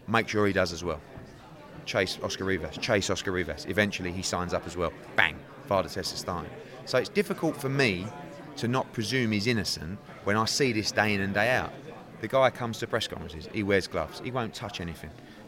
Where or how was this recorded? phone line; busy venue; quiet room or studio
busy venue